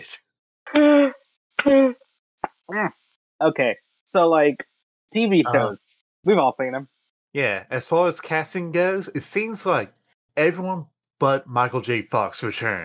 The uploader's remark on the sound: Also, my Audacity audio dropped out for a good chunk of the first section, so I had to use my Craig audio for it. At least it sounds closer to normal this time, I think.